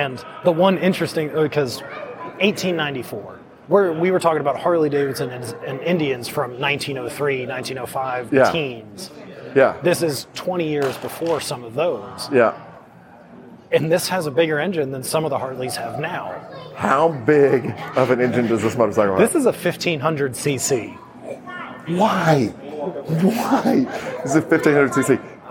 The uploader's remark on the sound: Live from Barber Motorsports Museum